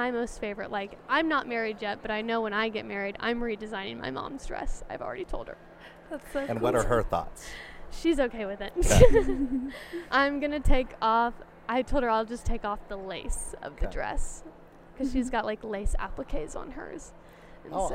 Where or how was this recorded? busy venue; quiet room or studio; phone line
busy venue